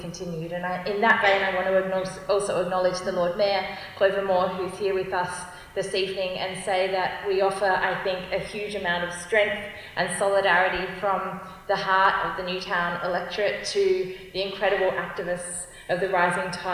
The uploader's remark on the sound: Recorded at Redfern Town Hall at the end of the Rising Tide speaking tour to call people to the People's Blockade of Newcastle Port.